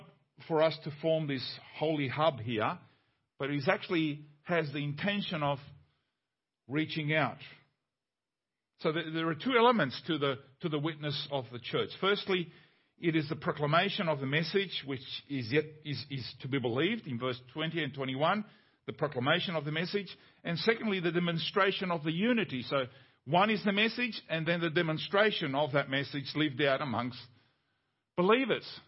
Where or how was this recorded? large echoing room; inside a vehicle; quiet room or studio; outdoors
large echoing room